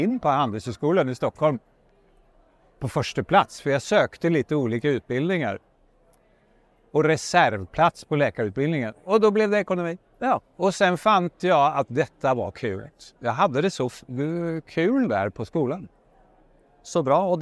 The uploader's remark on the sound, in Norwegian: live fra Oslo Business Forum